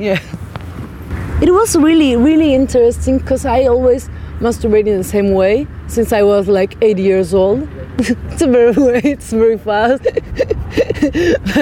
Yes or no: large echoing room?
no